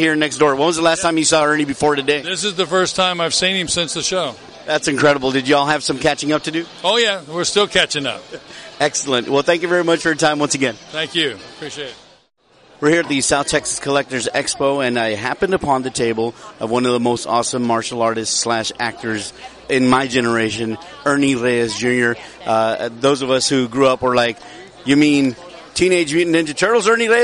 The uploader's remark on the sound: We traveled into the heart of geekdom and awesomeness this weekend at the South Texas Collectors Expo. While there, we unleashed the bear claw backscratcher-mounted microphone into the faces of attending celebs.